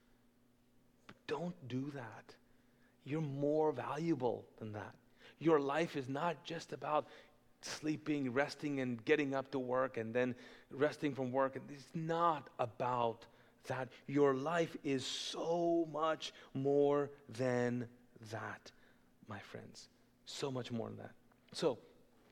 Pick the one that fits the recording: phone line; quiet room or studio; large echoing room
large echoing room